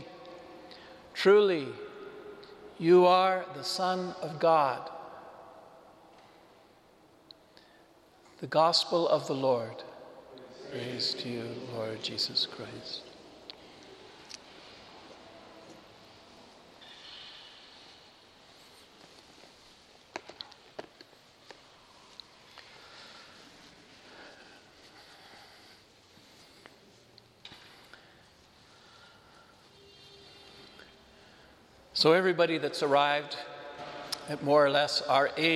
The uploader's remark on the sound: This homily was delivered to the Saint Francis Catholic Community in Cuenca, Ecuador.